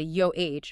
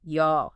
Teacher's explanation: In Cantonese, saying yo with a high-level pitch, let's say yo h, means worry. But say the exact same syllable, yo, with a low-level pitch, yo, and it means again.